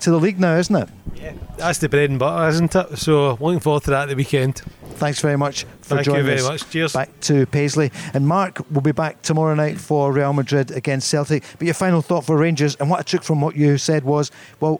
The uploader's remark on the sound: recorded at The Radisson Red Glasgow